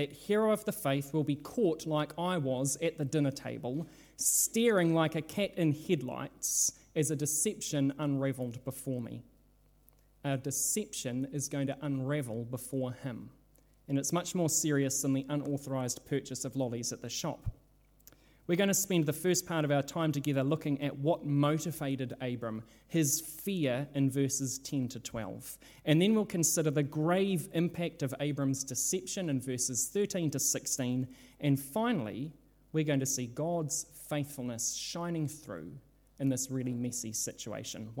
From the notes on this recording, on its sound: This sermon was originally preached at Holy Trinity Richmond, on Sunday 3rd July 2022.